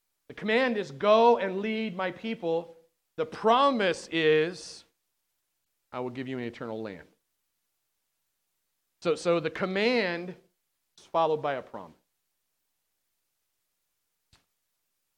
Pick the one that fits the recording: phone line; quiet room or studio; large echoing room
large echoing room